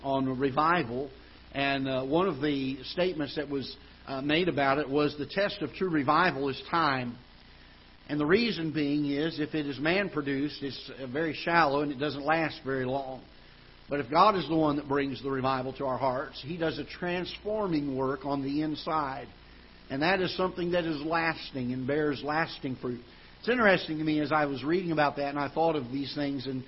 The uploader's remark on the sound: Ketha Heights Baptist Church ~ Live Broadcast